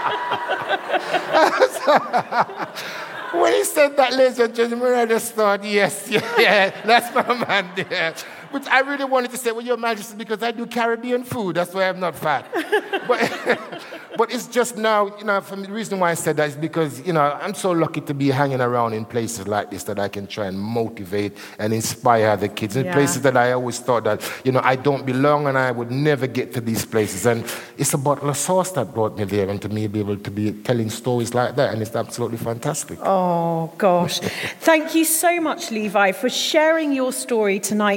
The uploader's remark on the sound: This episode was recorded in front of a live audience in Bristol for the second date on our live tour of Conversations of Inspiration.